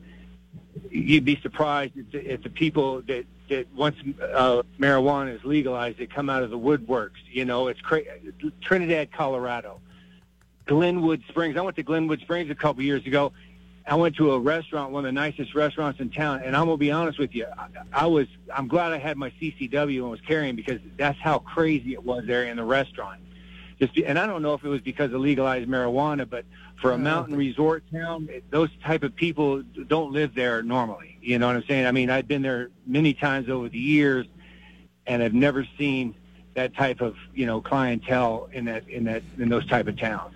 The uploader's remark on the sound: Takes your phone calls on the topic.